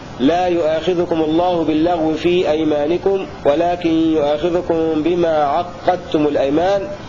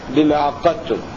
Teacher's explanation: قوله: وعقدتم التخفيف من صحبة ولا وفي العين مقسطا، وفي العين فامدد مقسطا، أي قرأ حمزة والكسائي وشعبة وابن ذكوان بتخفيف القاف في لا يؤاخذكم الله باللغو في أيمانكم ولكن يؤاخذكم بما عقدتم الأيمان، يقرؤونها بما عقدتم الأيمان بتخفيف القاف · Shown in: first take · وقرأ غيرهم بتشديدها بما عقدتم.